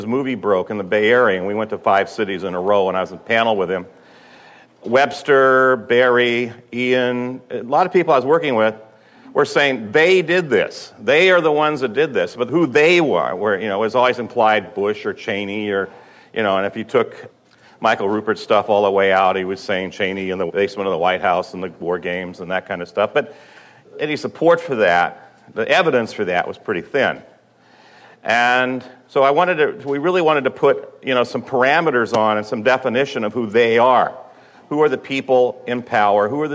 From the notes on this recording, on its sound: at the June 4th, 2006 "9/11 Education and Strategy Conference" in Chicago